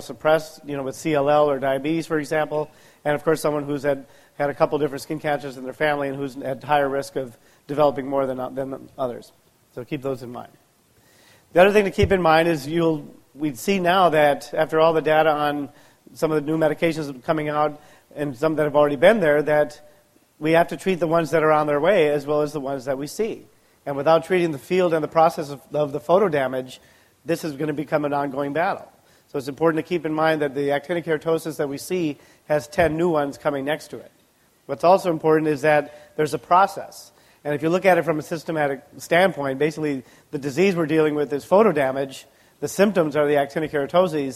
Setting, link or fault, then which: setting, live audience